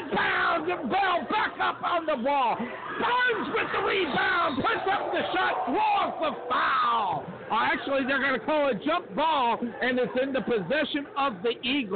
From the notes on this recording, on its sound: Rowlett Eagles vs Richardson Eagles Live From Richardson Texas - Texas State basketball Play-by-Play!